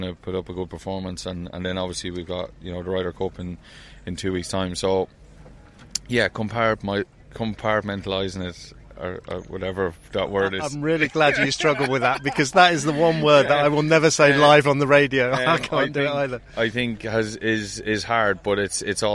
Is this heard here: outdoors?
yes